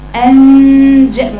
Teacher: من غير ما تدخلي لسانك في النون في مخرج النون تقتربي طرف اللسان وتنتقلي إلى الجيم · Term: إخفاء